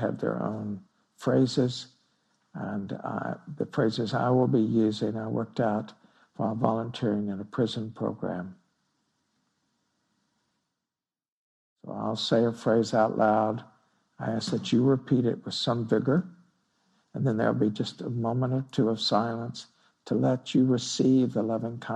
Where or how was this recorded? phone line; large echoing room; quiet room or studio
large echoing room